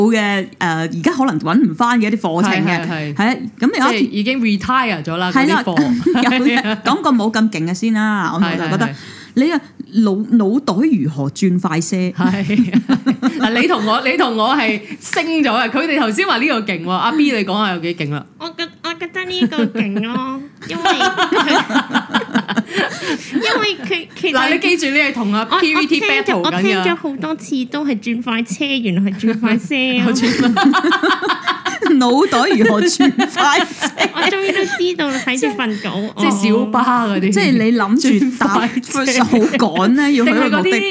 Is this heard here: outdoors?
no